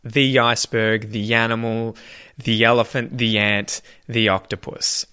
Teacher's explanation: Anytime you have the word the followed by another word that starts with a vowel sound, iceberg, animal, elephant, etc., we'll link the with a Y to the next vowel.